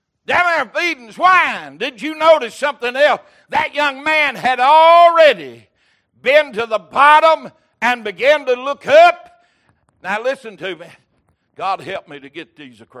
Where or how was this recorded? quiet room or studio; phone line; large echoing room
large echoing room